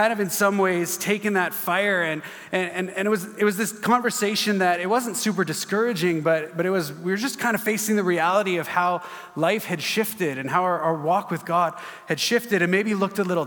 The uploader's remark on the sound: At our Edmonton Gathering in June, 2023 at Gateway Family Church